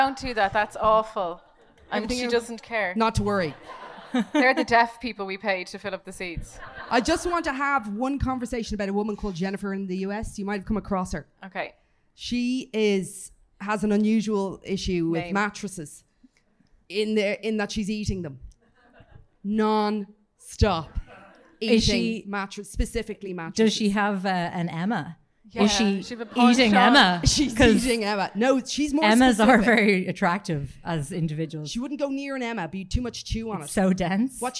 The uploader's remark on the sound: LIVE IN CORK an abridged version. We had an absolute blast in Cork THANK YOU to the lovely people that joined us.